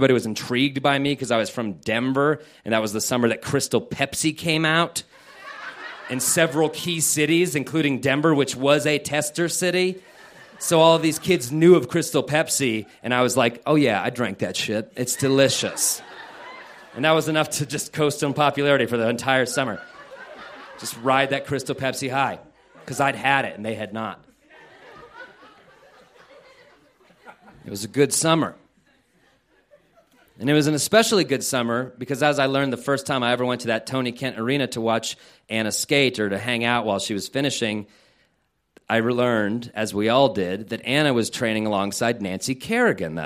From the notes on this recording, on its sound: This story was recorded live on 16 December 2015 at Buntport Theater in Denver, Colorado; the theme of the evening was "Siblings."